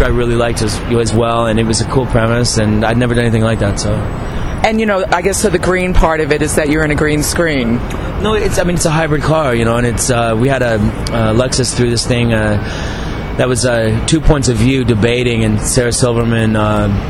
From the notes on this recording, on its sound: A rooftop chat at the 2010 Tribeca Film Festival.